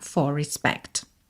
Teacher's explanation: a gente vai ter um R enrolado porque eu estou juntando for em respect, né? Respect começa com R, não tem como não enrolar, tá?